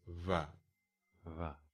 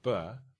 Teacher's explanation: the voiced form of the bilabial fricative as well, which in Japanese is also considered the weak form of the voiced bilabial plosive, ba. And that's va.